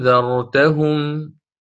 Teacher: فتسهل بين الهمزة والألف مع إدخال ألف الفصل بينهما، بين الهمزتين، ألف فصل يقرأه من الطبيعي بالقصر. · Term: التسهيل